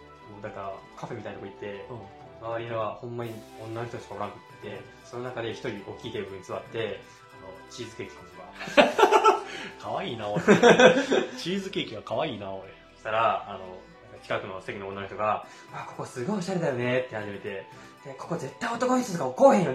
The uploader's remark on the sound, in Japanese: まだ音質の悪い、長い回になっております